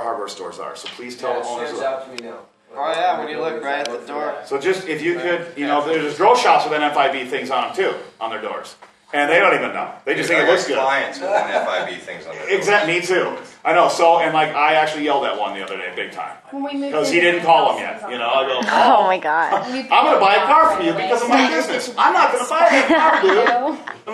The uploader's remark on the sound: This is some audio from a Northwest MMGA meeting in Kalispell Montana from back in early October.